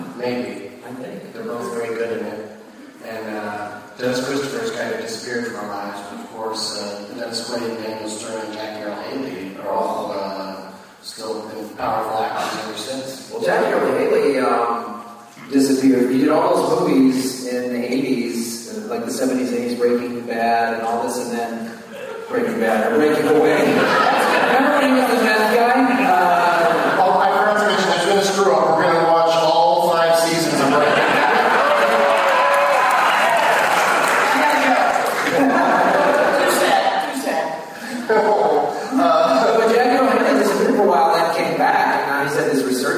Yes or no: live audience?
yes